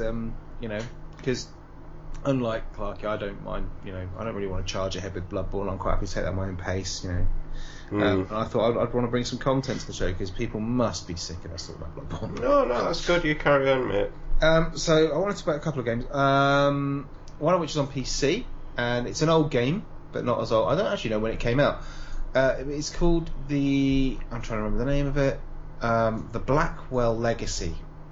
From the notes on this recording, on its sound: Apologies for the slight background hiss throughout